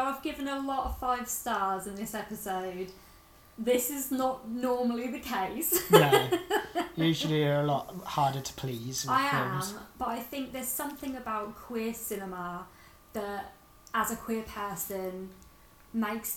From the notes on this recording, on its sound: This is our first ever podcast, so it's a work in progress - Apologies in advance for background noises, a bit of stuttering and voices getting weaker as we progress.